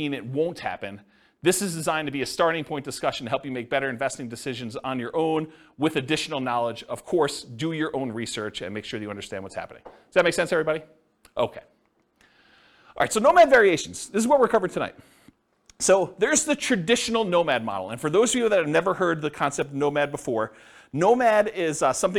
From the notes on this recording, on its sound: This was a live class recorded